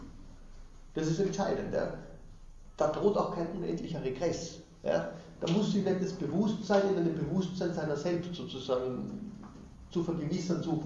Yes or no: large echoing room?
yes